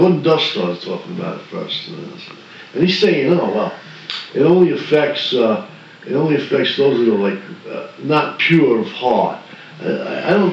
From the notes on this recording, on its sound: We are still learning the new equipment. Bear with us on audio quality.